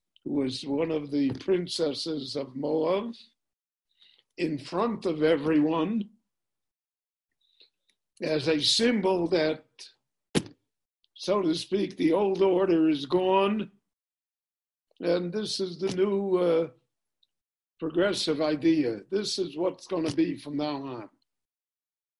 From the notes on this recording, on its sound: This shiur was given LIVE in Jerusalem via Zoom.